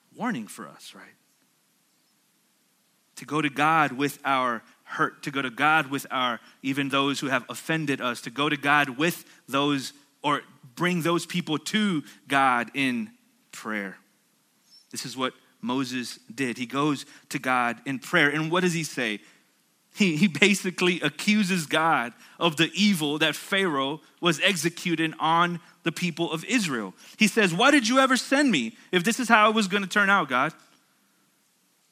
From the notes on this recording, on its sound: At Sojourn Galleria Church on Sunday, July 14, 2019.